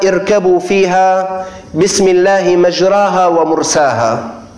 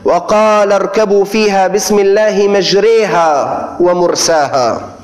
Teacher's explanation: لكنك عندما تقرأ الآية في القرآن الكريم تنطقها بإمالة في كلمة مجراها · Shown in: second take